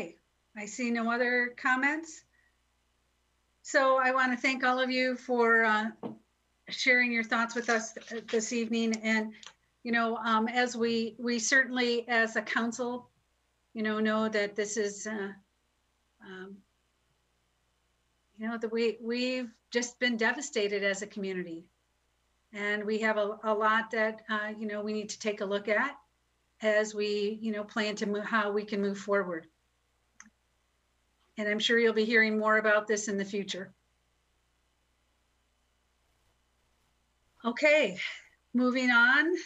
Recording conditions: video call